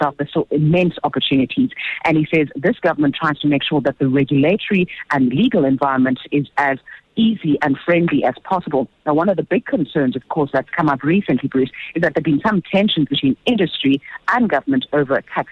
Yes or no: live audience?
no